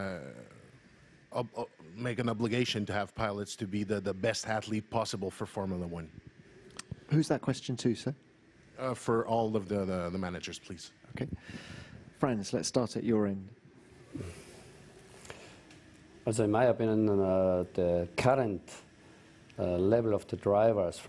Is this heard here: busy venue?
yes